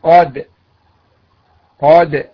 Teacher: إذ لولا الجهر الذي في الدال لكان تاء فلا بد من بيان صفة الجهر ولهذا تجد البعض ينطق الدال تاء لأنه يهمسها ولا يجهرها فتنقلب تاء وهذا خطأ يجب الانتباه له.